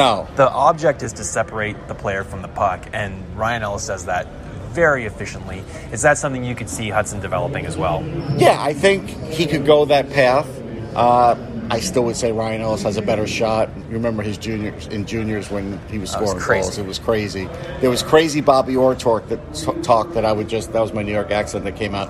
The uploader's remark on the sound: live from the NHL Draft in Montreal